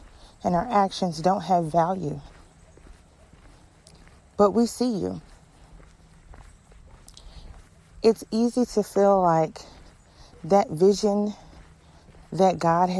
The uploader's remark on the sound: This episode was recorded during a walk.